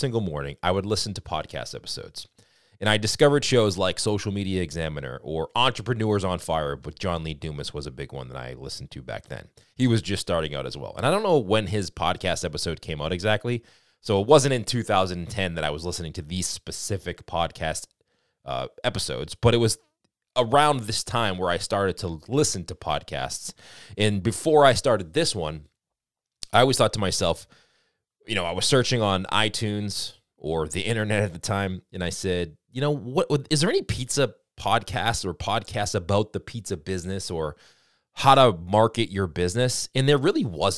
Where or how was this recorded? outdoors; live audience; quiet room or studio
quiet room or studio